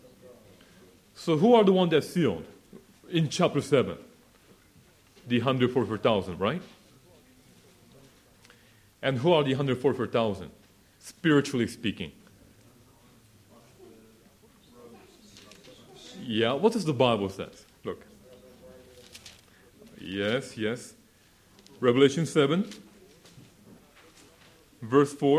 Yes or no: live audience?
yes